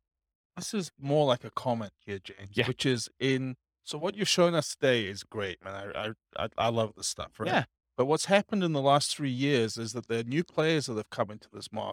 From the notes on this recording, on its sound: Real estate entrepreneurs in Lawrence, Kansas. This was a live class recorded. The live in-person version.